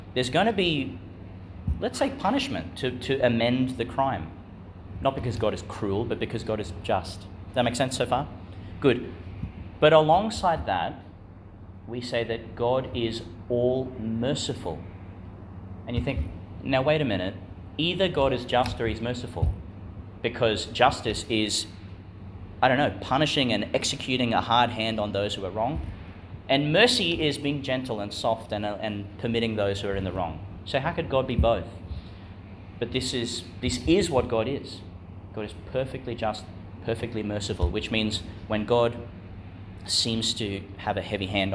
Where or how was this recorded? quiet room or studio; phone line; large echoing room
large echoing room